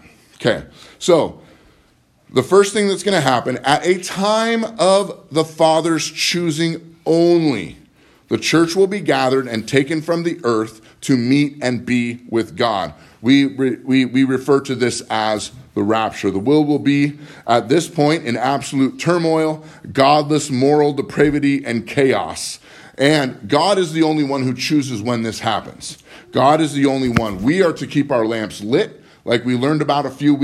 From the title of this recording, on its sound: Live from Living Word